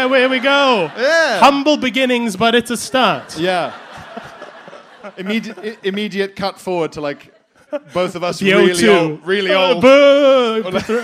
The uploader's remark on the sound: BudPod Live at the Leicester Square Theatre!